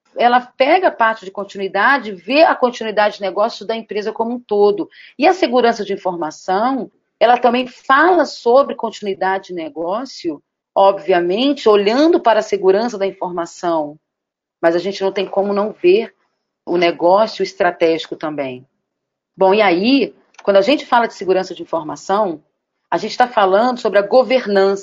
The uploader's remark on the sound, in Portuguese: Apresentamos o áudio do Webinar “Segurança da Informação e Desenvolvimento Seguro na era da Privacidade de Dados” realizado pela Clavis Segurança da Informação em conjunto com o EXIN.